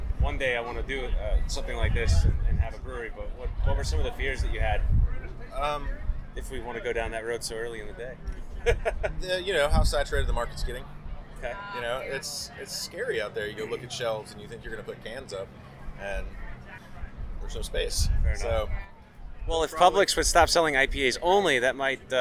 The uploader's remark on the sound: BMC - LIVE - The 2018 Florida Brewers Guild Craft Beer Festival